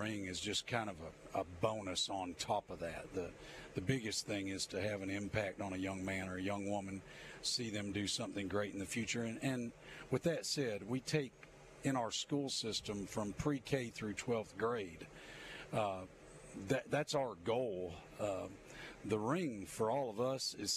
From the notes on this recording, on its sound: LIVE from the campus of Saraland!